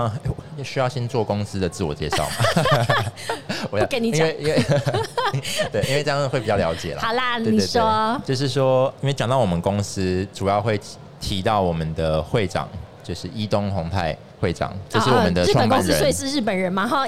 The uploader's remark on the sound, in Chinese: 2022 Medical Taiwan台灣國際醫療暨健康照護展 -Live Podcast